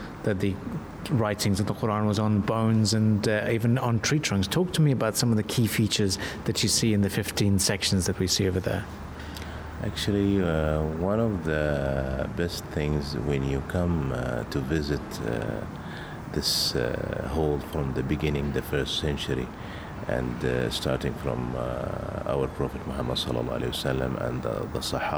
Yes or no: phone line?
no